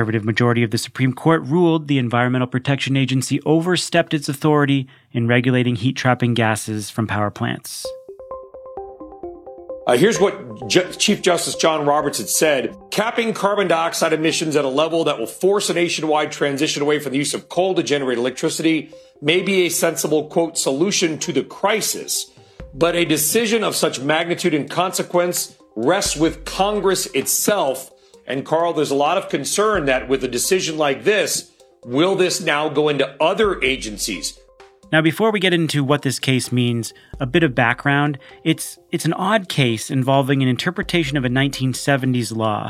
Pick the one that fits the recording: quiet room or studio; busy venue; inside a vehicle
quiet room or studio